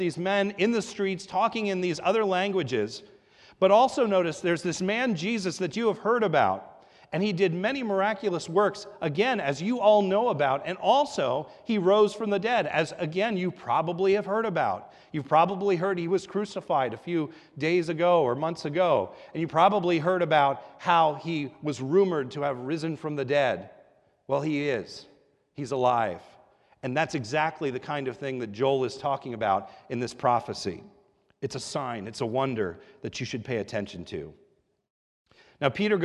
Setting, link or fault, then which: setting, large echoing room